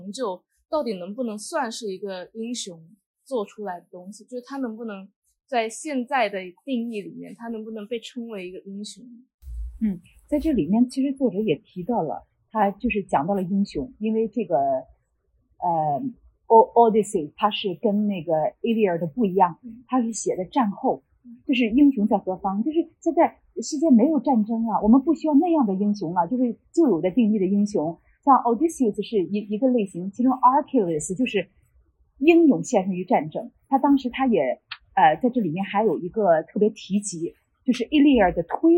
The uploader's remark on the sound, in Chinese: 由于现场环境影响，本次录音音质会有所下降，请大家见谅。